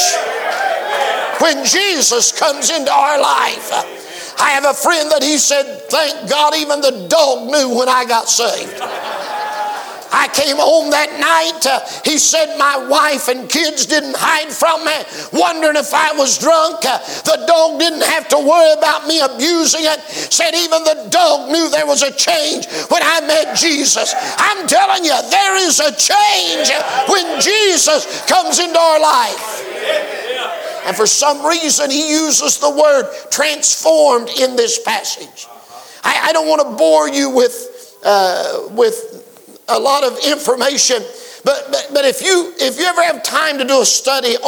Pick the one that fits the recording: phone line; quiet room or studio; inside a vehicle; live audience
live audience